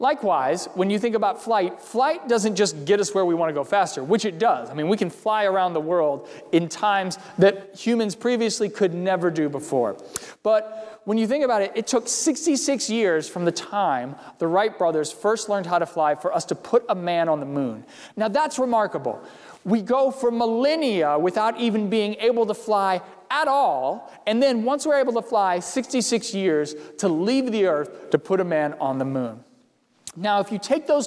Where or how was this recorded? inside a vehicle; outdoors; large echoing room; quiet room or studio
large echoing room